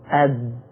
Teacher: التاء تتميز انه بيخرج عليها هواء، أت أت، لما يخرج الهواء يخرج التاء. لو عطل الهواء على التاء ما خرجش هواء مع التاء، تنقلب إلى دال · Term: الجهر